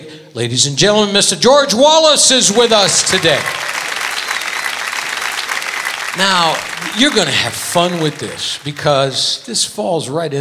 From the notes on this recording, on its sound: Live at the SouthPoint Casino